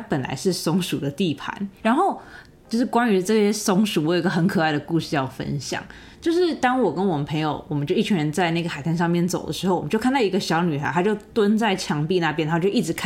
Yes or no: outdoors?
no